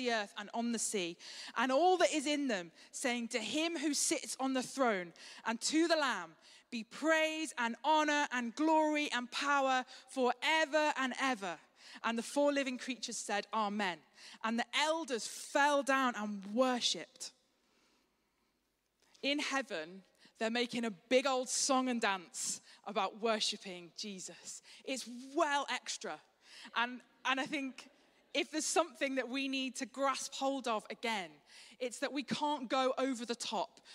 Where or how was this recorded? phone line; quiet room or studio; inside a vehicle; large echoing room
large echoing room